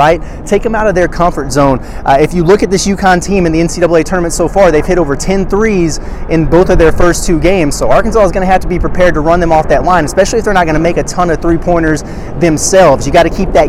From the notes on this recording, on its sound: From outside T-Mobile Arena in Las Vegas for a live preview of Arkansas' Sweet 16 matchup with UConn.